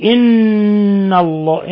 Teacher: إن في نون مشددة تغن مقدار حركتين